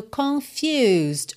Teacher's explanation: O S tem um sonzinho quase de Z, né? Já junta no D, confused, e o U tem esse som U, que é o nome da letra U em inglês, tá?